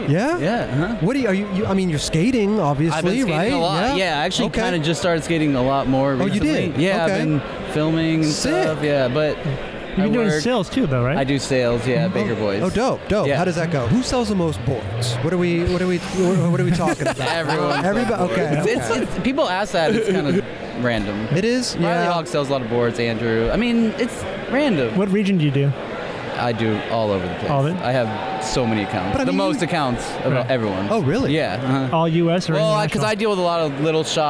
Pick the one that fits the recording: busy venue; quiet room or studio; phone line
busy venue